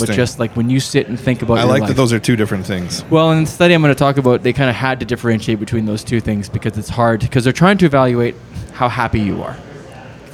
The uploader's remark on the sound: This episode was recorded in the company of friends, at the Craft Beer Commonwealth in Red Deer, Alberta.